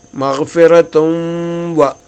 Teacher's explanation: തുൻ എന്നുള്ള ശബ്ദം കേൾക്കാൻ പാടില്ല തും വ എന്നാണ് ഉച്ചരിക്കേണ്ടത്